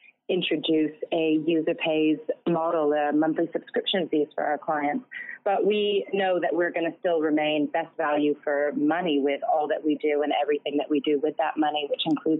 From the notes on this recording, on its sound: Note: Apologies for the sound quality. This episode was conducted over the phone.